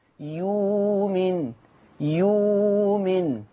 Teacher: يؤمن أيضا هتبدل بواو مادية فتقرأ يومن · Term: إبدال الهمز الساكن